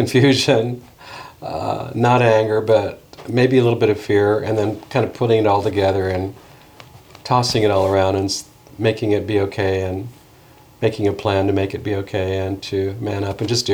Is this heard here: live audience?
no